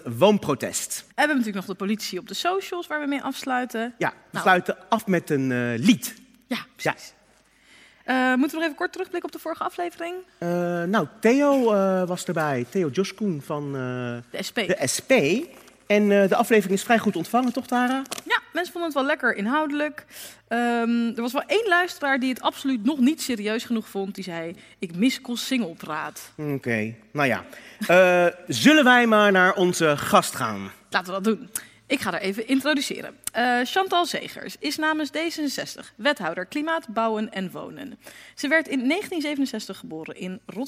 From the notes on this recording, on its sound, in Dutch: De vijftiende aflevering van ROPOPO werd vrijdag 30 september opgenomen in Arminius mét publiek.